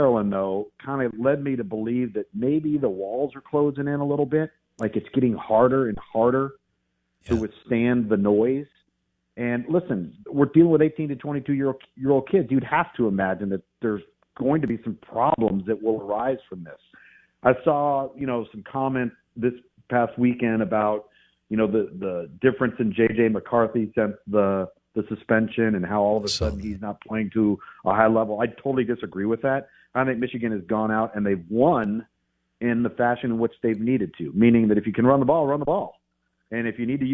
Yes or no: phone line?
yes